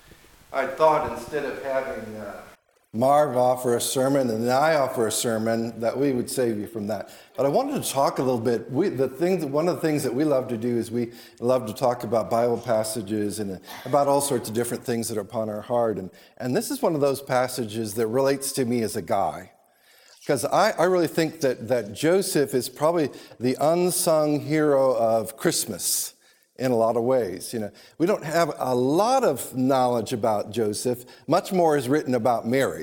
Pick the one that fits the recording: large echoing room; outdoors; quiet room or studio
large echoing room